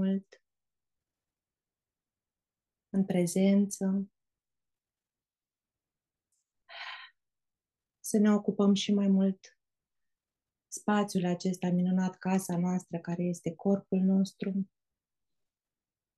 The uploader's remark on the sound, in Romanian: Cei peste 70 membri ai comunității SUUNA care au fost live pe zoom cu noi în această conversație.